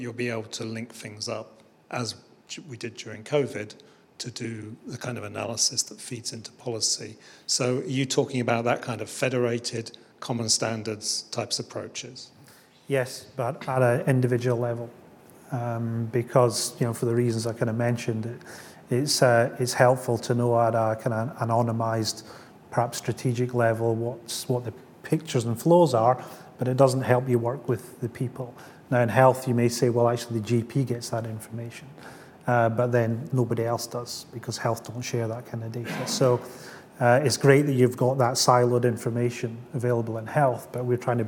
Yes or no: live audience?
yes